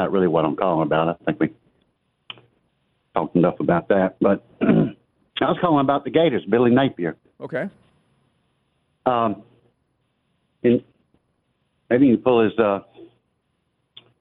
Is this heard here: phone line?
yes